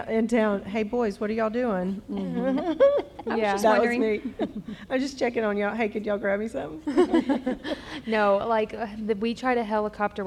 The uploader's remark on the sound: LIVE at SFL Conference